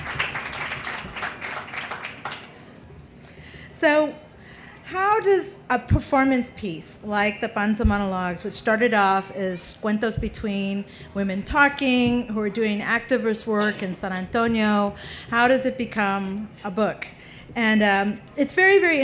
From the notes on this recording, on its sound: A panel from the Pima County Public Library&#8217;s Nuestras Raices Pavillion at the 2015 Tucson Festival Books. Features a panel from the Pima County Public Library’s Nuestras Raices Pavillion at the 2015 Tucson Festival Books.